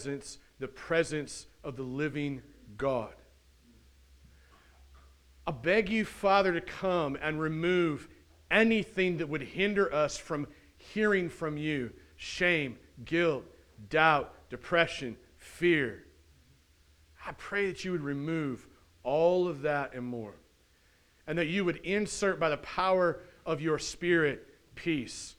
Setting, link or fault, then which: setting, large echoing room